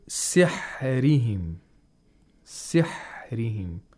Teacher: The ra has tarqiq. Because it has a kasra.